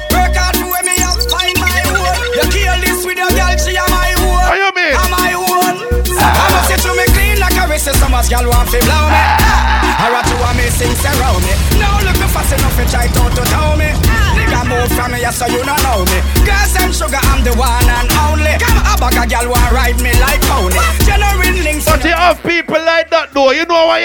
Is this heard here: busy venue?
yes